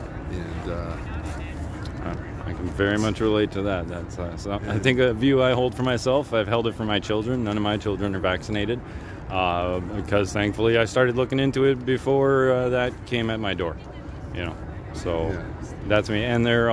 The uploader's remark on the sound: Live interviews at a freedom protest in Toronto, Canada